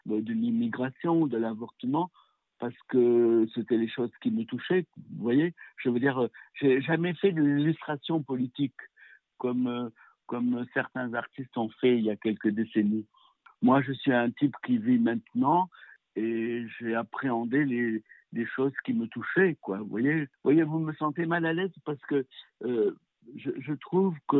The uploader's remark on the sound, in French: s’entretiennent par téléphone